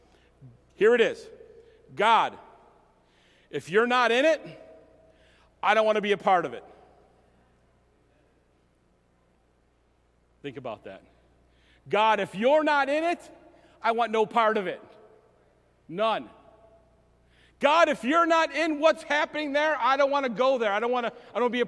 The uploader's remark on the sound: message recorded at Southtowns Christian Center